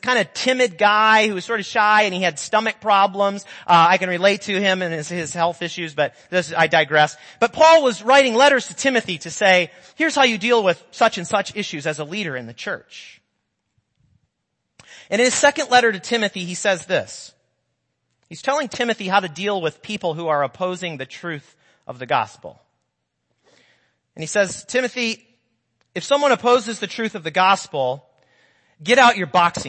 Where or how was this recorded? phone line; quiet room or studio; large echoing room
large echoing room